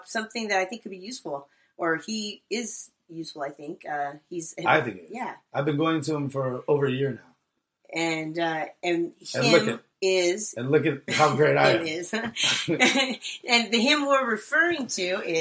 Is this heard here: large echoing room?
no